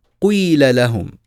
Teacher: حتى اليوم وهناك بعض العرب من يقول قيل لهم قيل لهم يضم الشفتين مع القاف ثم يكسرها يعني هو ينطق قافا مكسورة ويضم الشفتين في أول نطقه لحرف القاف هذا اسمه إشمام هذا لغة لهجة من لهجات العرب فيقول قيل